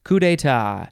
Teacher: So, it is coup, but the de is not its own word anymore. It is combined with etat because etat starts with a vowel and de ends in a vowel. So, they combine them in French.